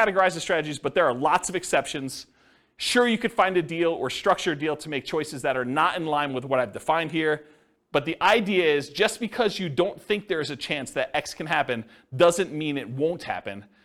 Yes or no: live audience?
yes